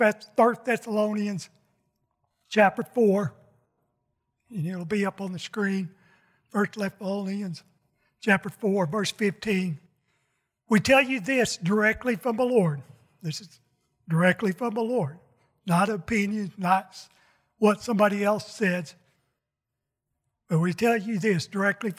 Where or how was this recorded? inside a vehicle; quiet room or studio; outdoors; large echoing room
large echoing room